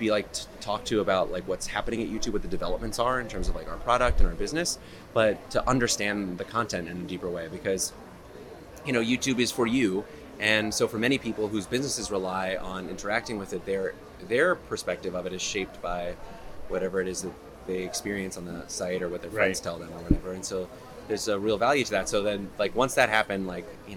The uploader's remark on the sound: LIVE from Cannes Lions.